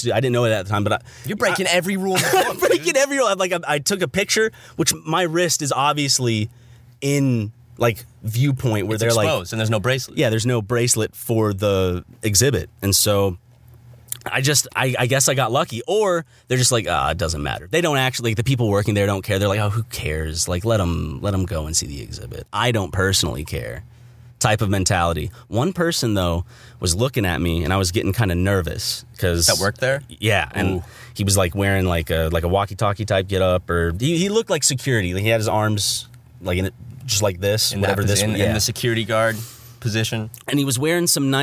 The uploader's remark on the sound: Podcast In A Van. We did this one in the van.